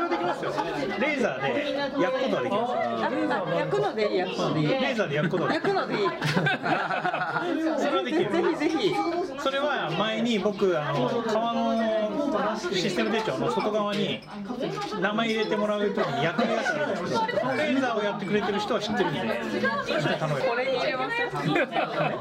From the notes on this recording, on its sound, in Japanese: バルで収録したため結構ガヤガヤしてます。